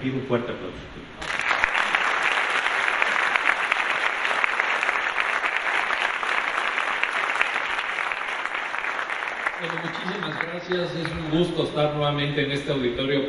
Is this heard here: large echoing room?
yes